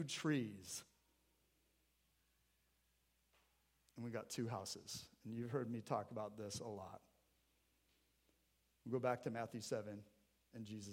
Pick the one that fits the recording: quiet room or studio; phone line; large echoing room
large echoing room